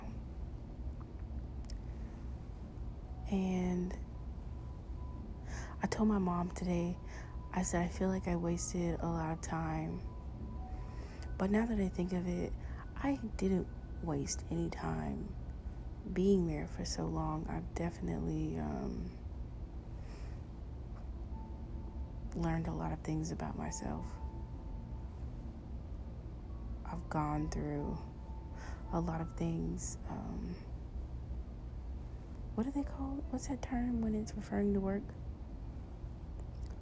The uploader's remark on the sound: Sorry about the trashy audio though, my son demands his jazz music on while he sleeps and the AC was doing the most as well.